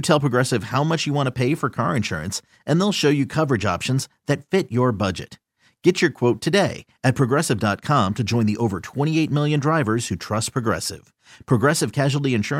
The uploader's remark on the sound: called in to chat